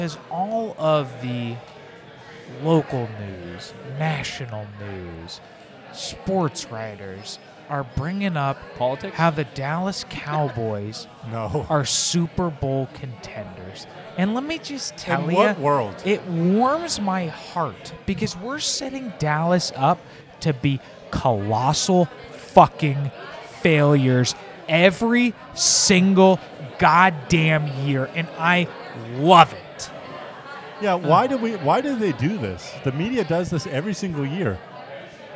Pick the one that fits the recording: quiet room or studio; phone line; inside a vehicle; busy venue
busy venue